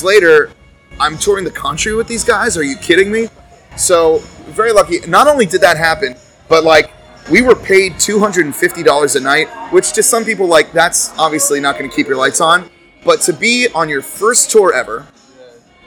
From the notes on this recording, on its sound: Excuse the background noise.